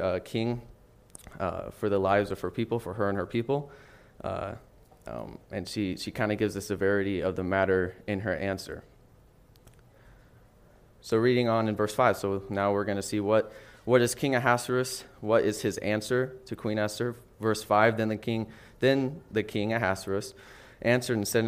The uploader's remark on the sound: NOTICE: This message was originally taught and recorded at Solid Rock Bible Church.